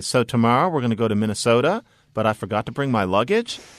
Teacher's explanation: when you're making statements, your voice goes up like this · Term: uptalk